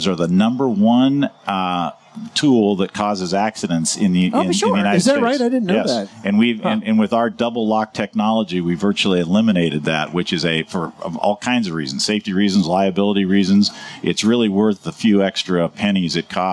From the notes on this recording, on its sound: Live from the 2018 National Hardware Show